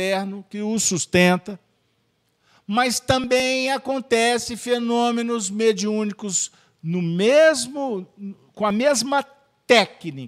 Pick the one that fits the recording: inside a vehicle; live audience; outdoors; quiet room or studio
live audience